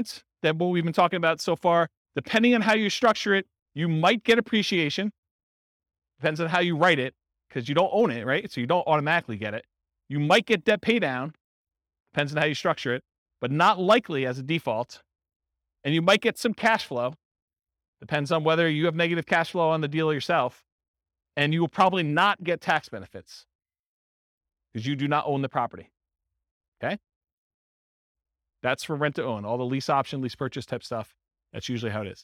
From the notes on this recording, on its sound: This was a live class recorded.